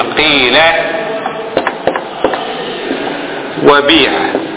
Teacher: إخلاص الكسر، يعني كسرة تماما، كسرة مو مخلوط بشيء آخر، كسر خالص، لأنه في مقابل الحالة الثالثة تجمع بين الكسر والضم اللي يسمونه الإشمام، مو شمام، إشمام.